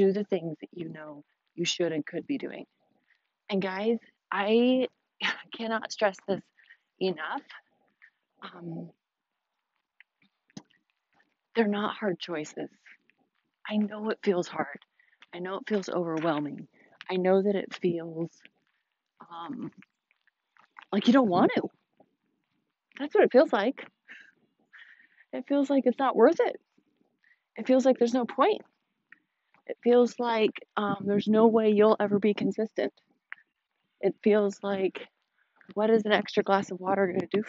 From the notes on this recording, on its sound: I took you guys on my evening walk with me, so forgive the audio